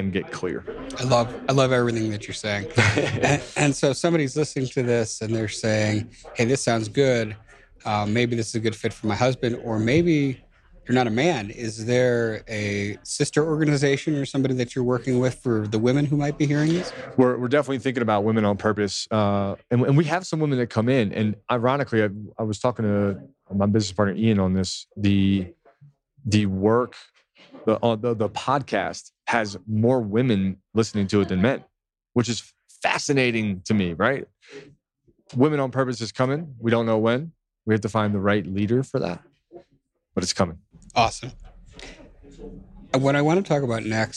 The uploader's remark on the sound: We’re coming to you again live from the GoBundance event.